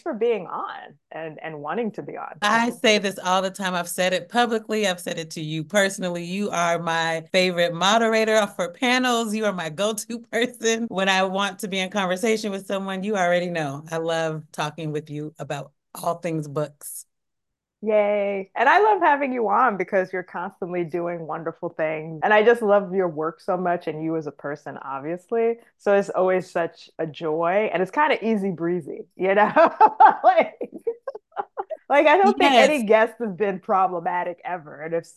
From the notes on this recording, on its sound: This interview was conducted online so there may be some audio variation.